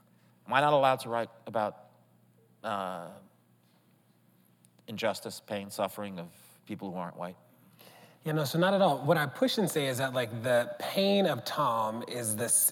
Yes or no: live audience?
yes